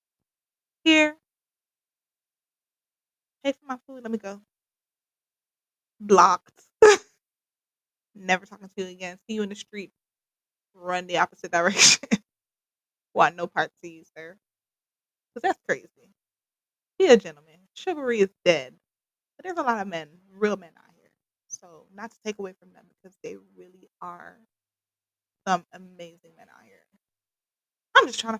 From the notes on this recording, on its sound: Please bare with me with the audio for this episode